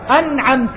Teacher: لأنه ما في سبب للإدغام، نون وبعدها عين، النون من فين؟ من طرف اللسان، والعين من فين؟ من وسط الحلق، هذه المسافة الكبيرة ما في سبب للإدغام · Term: الإظهار